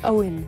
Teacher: The stress on Owen falls on the O syllable, and O is a diphthong in this name, Owen. Make sure you hold the O nice and long.